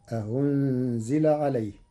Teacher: قرأ ورش كلمة أأنزل بتسهيل الهمزة الثانية بين فتصير أهنزل عليه